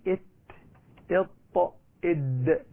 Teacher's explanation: إذا وضعنا طرف اللسان على أصول الثنايا العليا يخرج التاء والطاء والدال